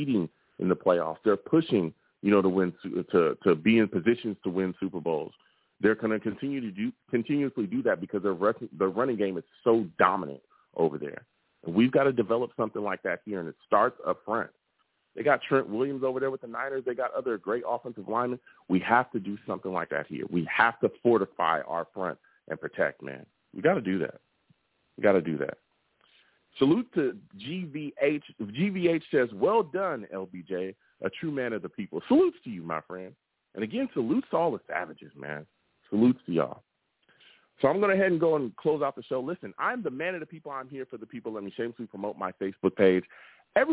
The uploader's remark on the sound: I also take live callers!